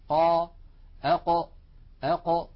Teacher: حرف القاف يا إخوة يخرج من أقصى منطقة من أقصى اللسان مع ما يحاذيه من الحنك اللحمي